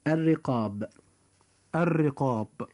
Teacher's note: وكلمة الرقاب جاء كذلك حرف الراء مكسورا فيجب أن يرقق فينطق هكذا الرقاب الرقاب. · Term: ترقيق